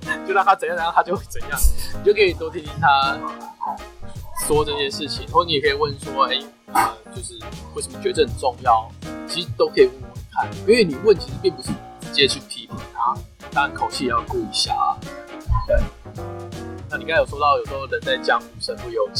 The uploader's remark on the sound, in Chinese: 本集音檔為 2019 年錄製，錄製時收錄較多環境雜音，已降噪處理加上背景音樂